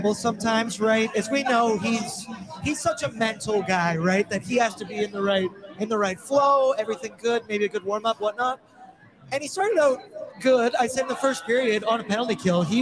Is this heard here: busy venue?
yes